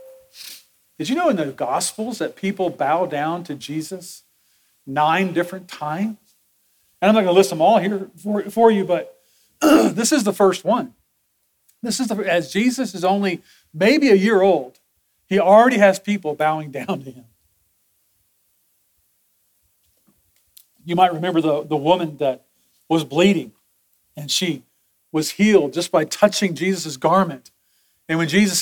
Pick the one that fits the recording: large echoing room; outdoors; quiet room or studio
large echoing room